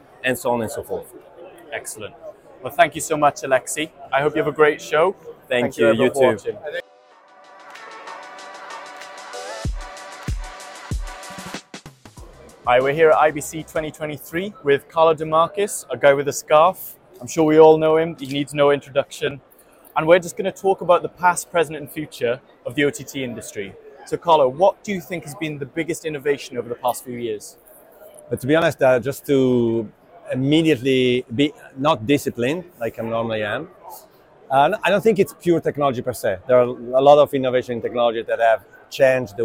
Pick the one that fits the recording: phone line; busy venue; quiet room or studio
busy venue